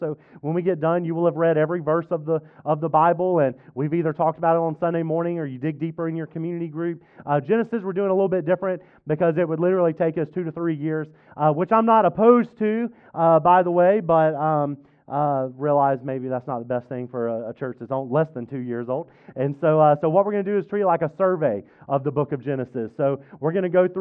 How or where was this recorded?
large echoing room